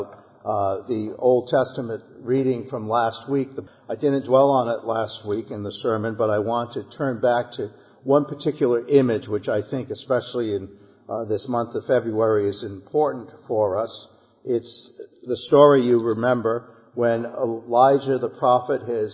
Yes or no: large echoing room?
yes